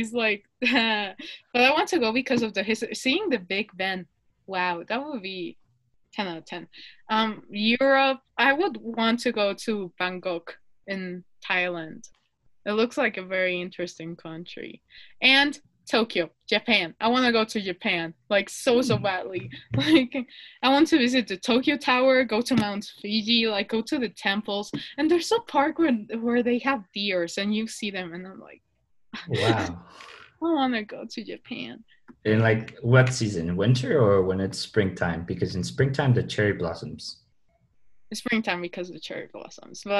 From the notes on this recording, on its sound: Sorry the audio is a bit laggy, we had to do it over zoom because of quarantine.